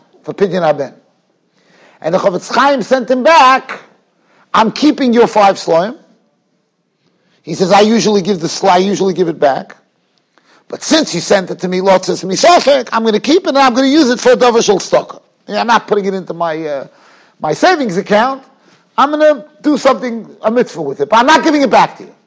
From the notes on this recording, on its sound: Shiur recorded in Yeshivas Ohr Reuven, Monsey, NY.